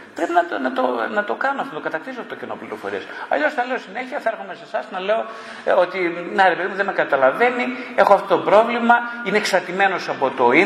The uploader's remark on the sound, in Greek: Ερωτήσεις και απαντήσεις μετά από ομιλία